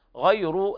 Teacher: لاحظنا أن قرأنا بترقيق الراء لورش